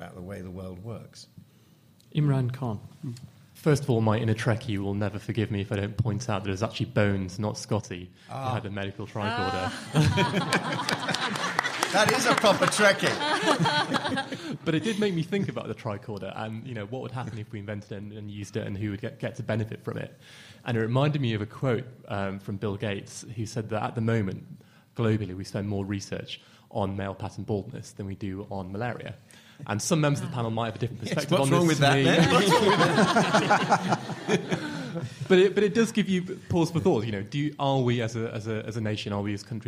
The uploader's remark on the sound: Live at the AAAS 2014 meeting in Chicago. To answer questions live from the audience.